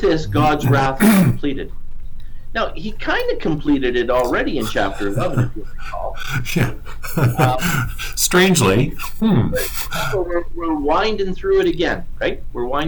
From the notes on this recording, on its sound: Sorry about the audio in this one.